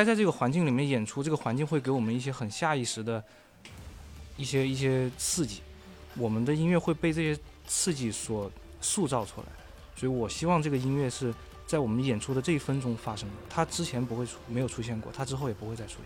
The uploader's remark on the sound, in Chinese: 夏日海边对话。现在，我们把这些快乐的海边对话带到了午夜飞行「夏日特辑」。